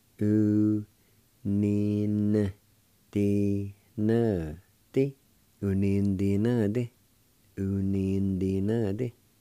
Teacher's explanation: In this word, the A with the N will be silent. And you pronounce the N sound with the N-I like this.